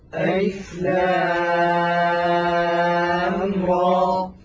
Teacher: ألف لا مد فيها، لام مددناها 6 حركات لأنها لازم حرفي مخفف